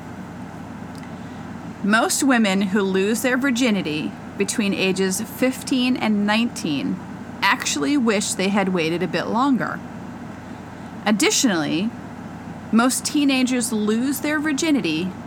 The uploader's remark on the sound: Our ninth episode sounds like the mothership is landing but that's just the AC we forgot to turn off.